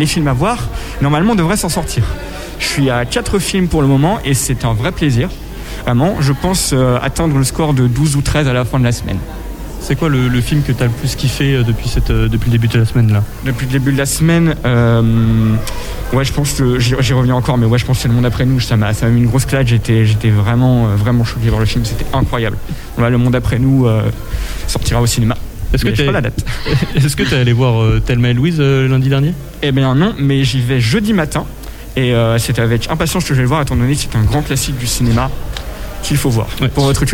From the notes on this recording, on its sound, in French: Emission exceptionnelle de Topette en direct du Centre des Congrès ! A l'occasion de la 34ème édition du festival Premiers Plans.